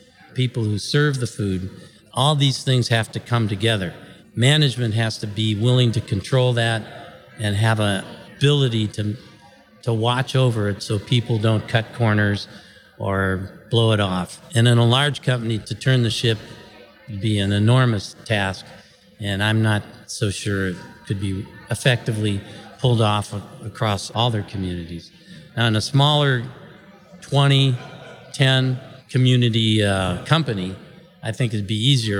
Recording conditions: busy venue